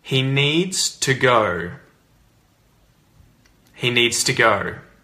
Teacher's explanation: Need to or needs to becomes neater or needster.